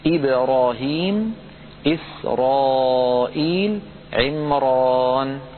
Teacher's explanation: هذه الثلاثة لاحظوا بأن الراء فيها مفتوحة وقبلها ساكن وقبله مكسور، والساكن ليس صادا أو طاء أو قافا، ومع ذلك فإن ورشا يفخمها لأنها وقعت في اسم أعجمي · Term: تفخيم